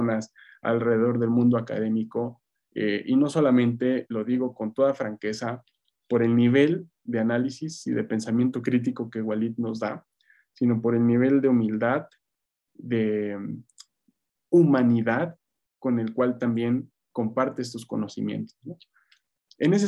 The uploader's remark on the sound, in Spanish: Casa Árabe, en colaboración con la Universidad Nacional Autónoma de México (UNAM) organizó el pasado 4 de abril una mesa redonda online.